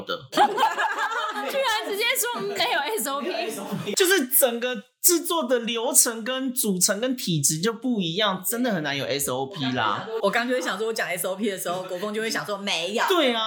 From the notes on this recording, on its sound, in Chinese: 這集因為現場設備的問題，大家聽起來會有一些神秘空間的感覺